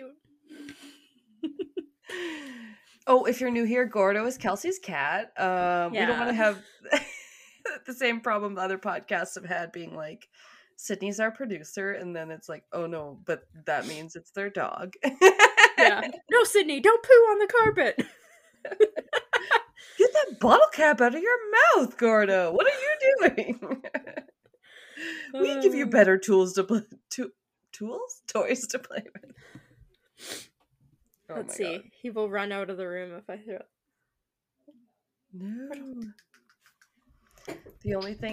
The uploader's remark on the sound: interrupted by sounds of Gordo playing fetch with his bottle cap